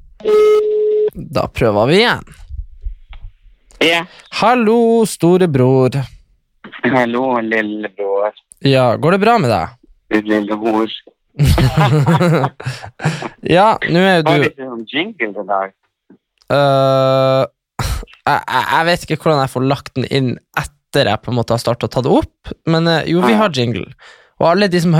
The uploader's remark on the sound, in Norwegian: Denne episoden er spilt inn over telefon